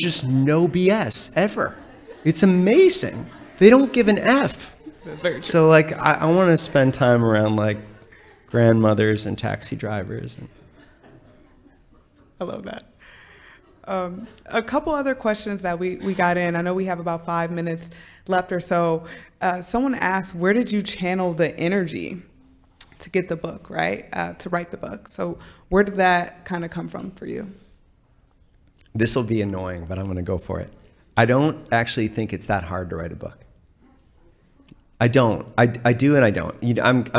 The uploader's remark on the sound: This episode was recorded in front of a live audience at the American Writer’s Museum in Chicago.